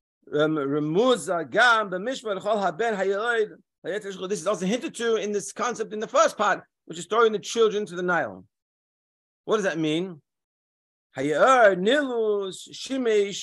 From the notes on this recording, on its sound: Daily Zoom Shiur.